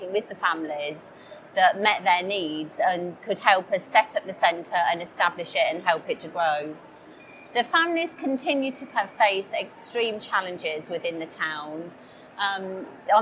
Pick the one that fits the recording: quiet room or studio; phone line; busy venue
busy venue